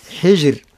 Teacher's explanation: الراء مرقة، لماذا؟ لأنها قبلها حرف ساكن وهو الجيم، وقبل الساكن هناك حرف مكسور. نعم، فبالتالي ترقى، لا نقول حجر وإنما نقول حجر.